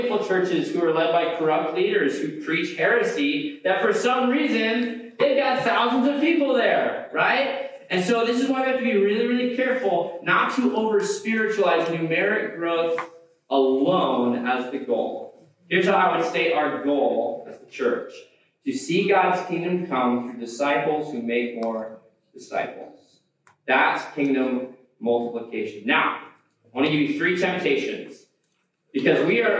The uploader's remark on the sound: We apologize for the poor audio quality of today's podcast.